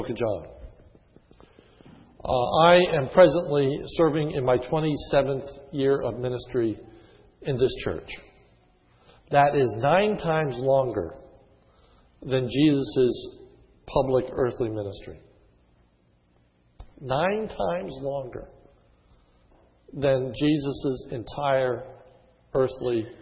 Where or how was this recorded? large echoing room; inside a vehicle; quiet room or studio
large echoing room